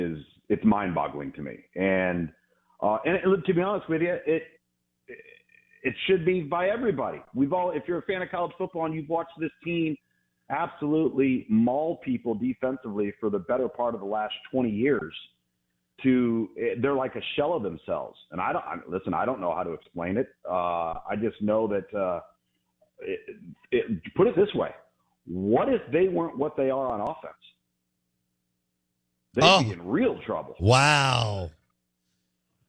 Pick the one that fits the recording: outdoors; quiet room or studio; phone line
phone line